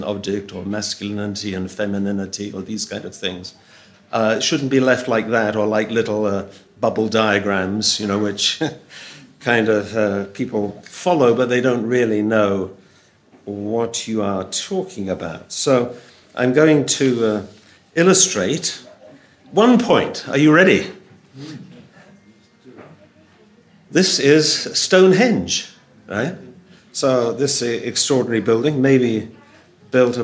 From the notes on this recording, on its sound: Audio from a sermon in Hatch End